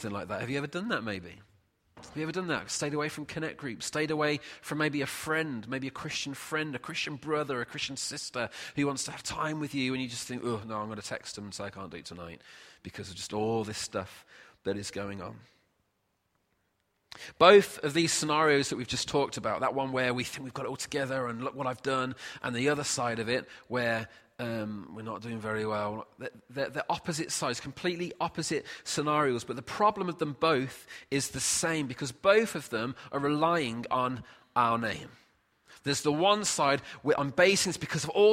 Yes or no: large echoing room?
yes